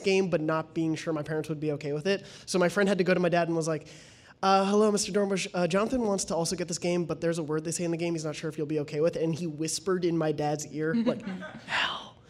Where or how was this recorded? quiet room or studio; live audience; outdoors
live audience